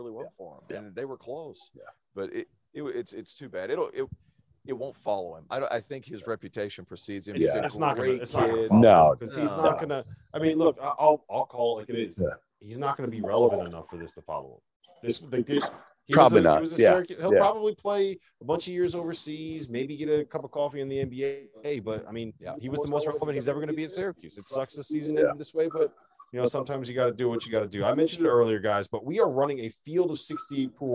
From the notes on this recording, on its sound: LIVE from the Big East Tournament in Madison Square Garden!